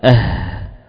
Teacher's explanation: bertumbuh dia pada pangkal tenggorokan, · Term: rohawah